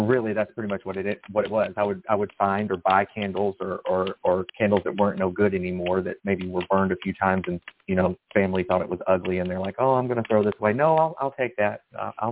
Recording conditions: phone line